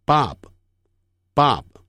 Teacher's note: b 的发音类似汉语注音符号的 b 的有声音，但声音很弱，几乎是听不见的